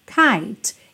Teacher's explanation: Como a última letra, que é a letra E, não é pronunciada, esse T vai ser nossa consoante oclusiva, vai ser o que fecha essa palavra